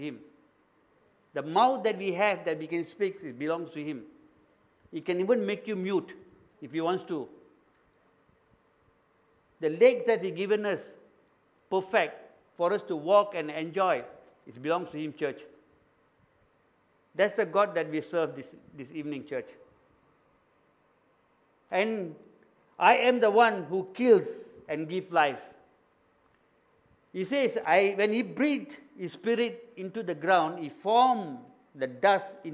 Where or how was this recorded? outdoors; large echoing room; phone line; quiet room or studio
large echoing room